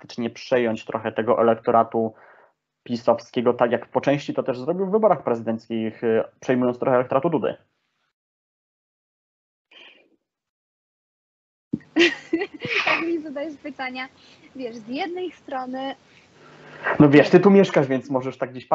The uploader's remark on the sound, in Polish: Odcinek z problemami technicznymi niezależnymi od uczestników nagrania!